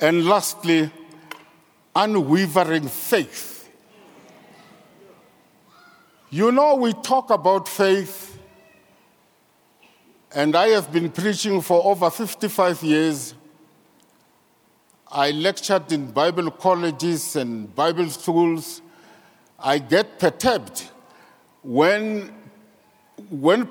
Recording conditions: large echoing room